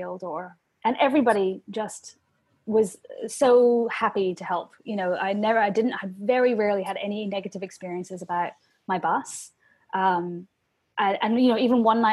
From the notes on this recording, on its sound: we are still recording at home via Zoom, so our sound quality isn't at it's best today, so please accept our apologies